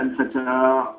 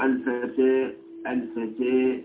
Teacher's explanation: الإمالة أن ينحى بالفتحة نحو الكسرة بمعنى تميل الفتحة إلى جهة فتشرب الفتحة شيئا من صوت الكسرة فتصير الفتحة بينها وبين الكسرة · Shown in: second take · هذه حقيقة الإمالة، تصير الفتحة ليست فتحة صريحة بل تأخذ